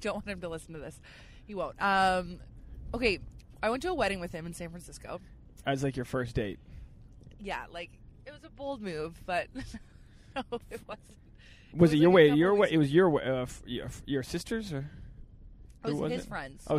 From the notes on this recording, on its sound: This episode is our first 'CarCast'.